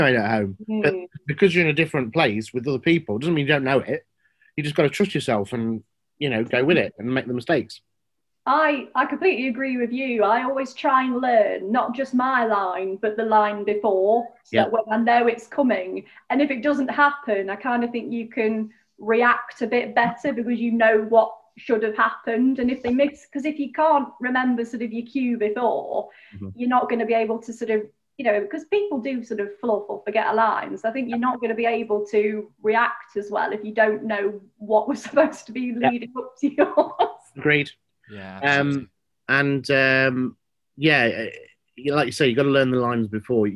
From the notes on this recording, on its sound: This episode was recorded virtually prior to recent government changes in restrictions.